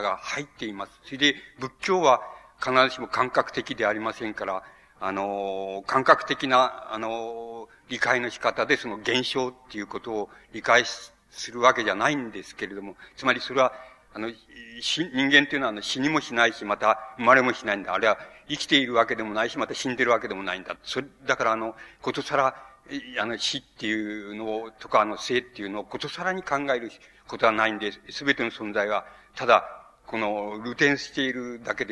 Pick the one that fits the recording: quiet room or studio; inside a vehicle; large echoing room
large echoing room